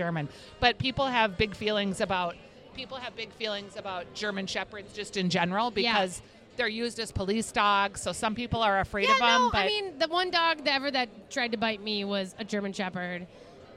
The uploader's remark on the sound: Live from The Grandstand and the Crop Art Exhibit at the Minnesota State Fair. They also visit the Crop Art Exhibit in the Ag Hort Building. At the Ball Park Cafe.